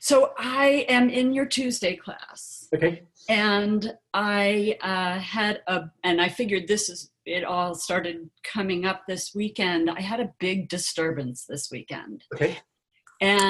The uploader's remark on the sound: Virtual Weekly Hangout